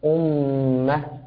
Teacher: عليك أن تأتي بالغنة بمقدار 2 حركات في الميم المشددة في كلمة أمة